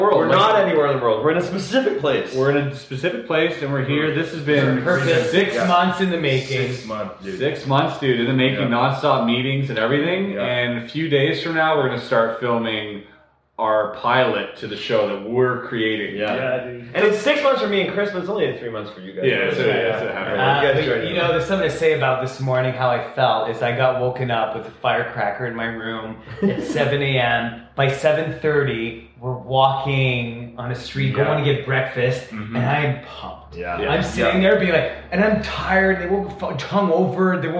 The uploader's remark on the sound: Sorry for the echoey sound.